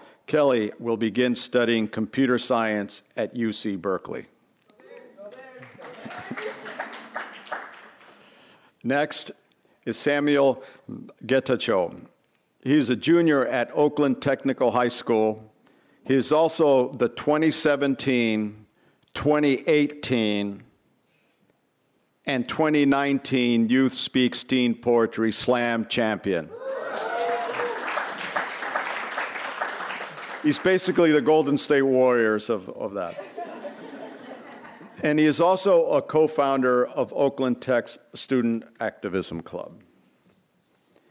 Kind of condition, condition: setting, live audience